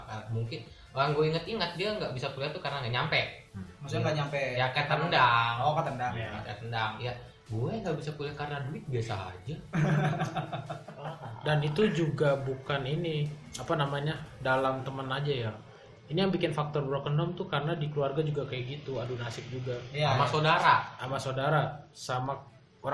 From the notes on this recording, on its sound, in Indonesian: Mohon maaf agak bergema suaranya kami syuting di goa